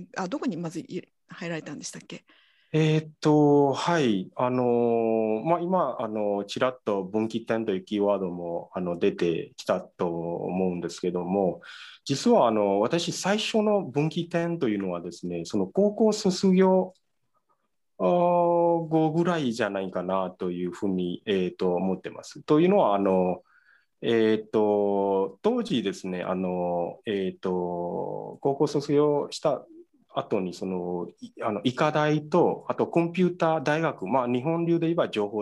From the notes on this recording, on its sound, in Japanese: 収録場所： オンライン (Zoom)